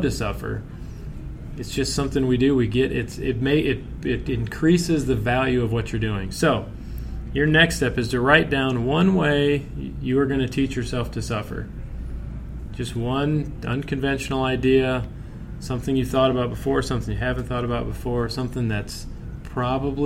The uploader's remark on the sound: Recorded live at the monthly RFP Coaching Luncheon Workshop.